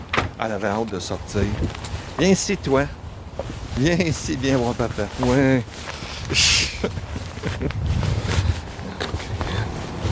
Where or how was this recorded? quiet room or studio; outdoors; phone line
outdoors